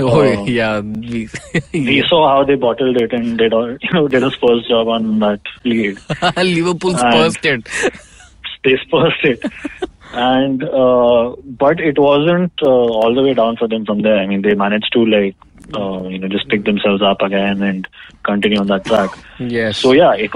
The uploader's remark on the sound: joined by his trusted fellowmen over the phone